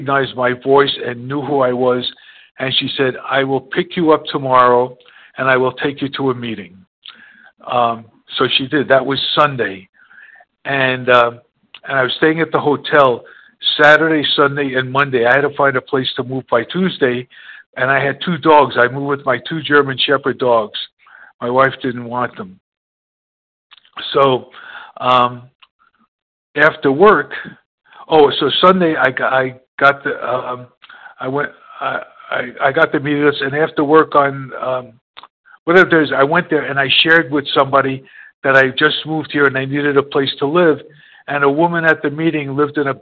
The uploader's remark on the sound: 100 Pounders Phone Meeting